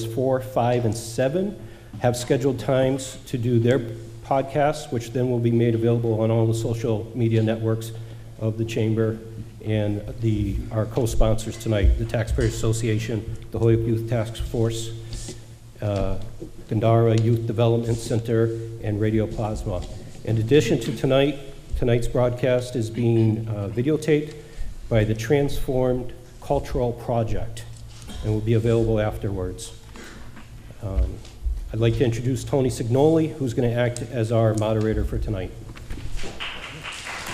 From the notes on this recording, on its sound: This is the full recorded session of the Holyoke City Council At-Large Candidates Forum. This is a collaboration of The Chamber of Commerce, The Holyoke Taxpayers Association, The Holyoke Youth Task Force, The Gandara Youth Development Center, Holyoke Media, and radioplasma. At the Holyoke Council on Aging at 291Pine St.